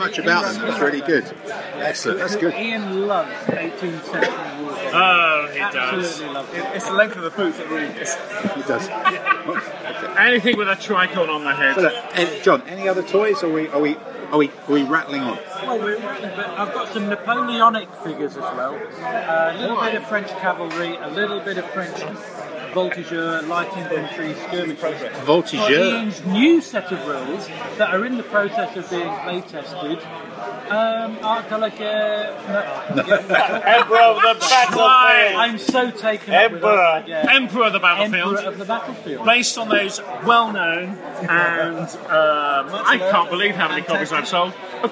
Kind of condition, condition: fault, background noise